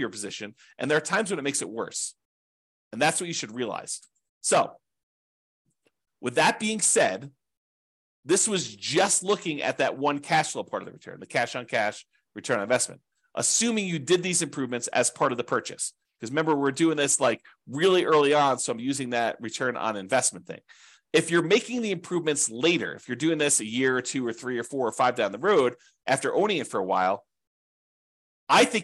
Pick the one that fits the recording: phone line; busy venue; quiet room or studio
quiet room or studio